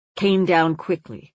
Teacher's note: I mark 1 series of 3 stresses, came down quickly, which might be disputed